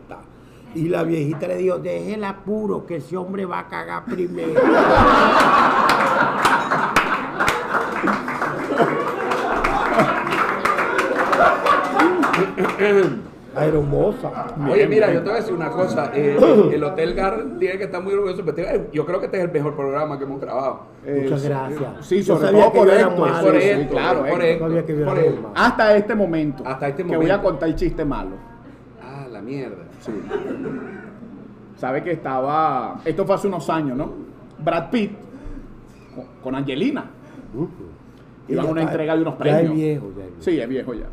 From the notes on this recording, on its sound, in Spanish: Techo Tres es un programa grabado en vivo.